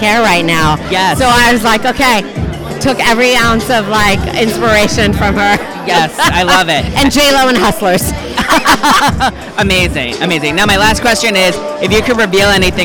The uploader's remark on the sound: Recorded at Blue Ribbon in NYC, I am on the red carpet at the Opening Night party of the new hit Off-Broadway Musical Emojiland chatting with the cast and creative team.